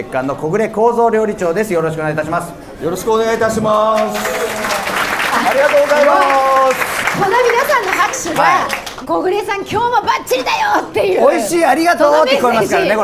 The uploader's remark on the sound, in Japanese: Hoppy FESTA 2018 SUMMER in重慶飯店 公開収録。